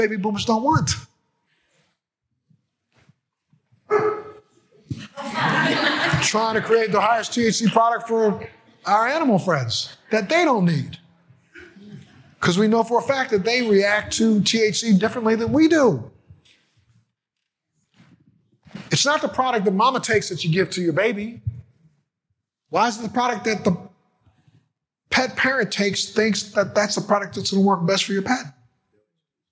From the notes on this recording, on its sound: The keynote address at the Florida Medical Cannabis Conference on February 22, 2020.